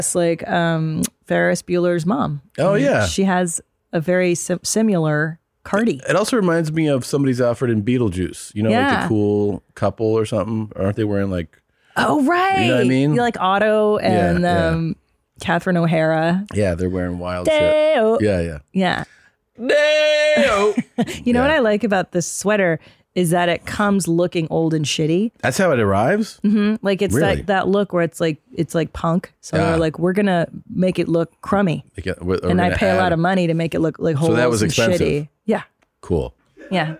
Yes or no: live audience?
no